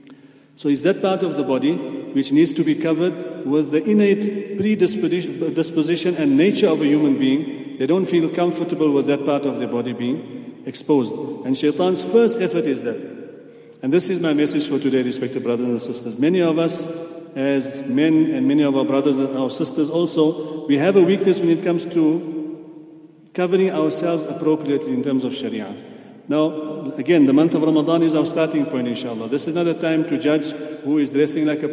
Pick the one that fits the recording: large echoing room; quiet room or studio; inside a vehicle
large echoing room